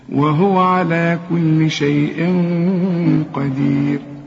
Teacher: القاف من حروف الإخفاء، عايزين غنة هنا، الغنة هنا بقى مفخمة علشان القاف مفخمة، والغنة بتتبع الحرف اللي بعدها.